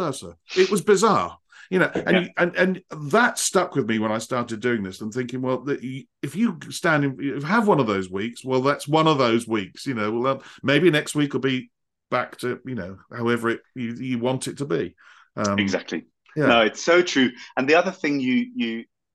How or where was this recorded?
video call